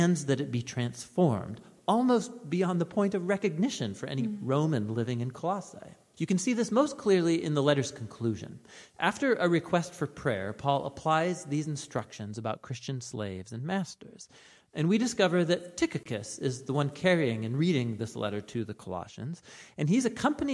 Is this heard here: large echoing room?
yes